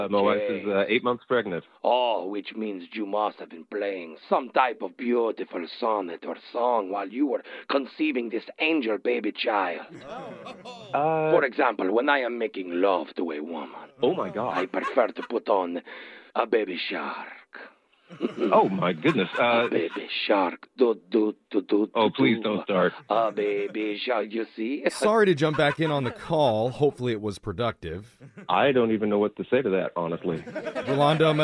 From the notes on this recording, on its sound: Phone Tap. Calls a soon-to-be new dad.